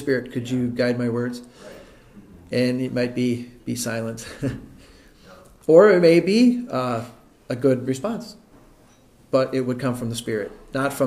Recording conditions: large echoing room